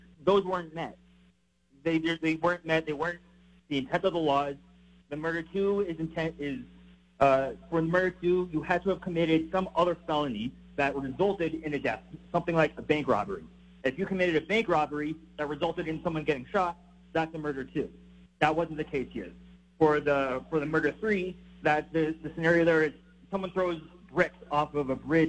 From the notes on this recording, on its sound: takes your phone calls on News Radio KKOB